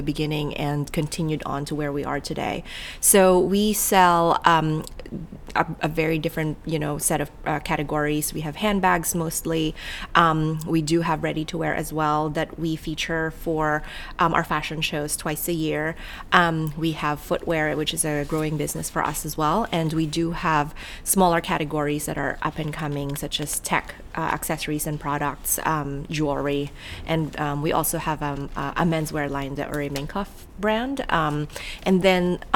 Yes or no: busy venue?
yes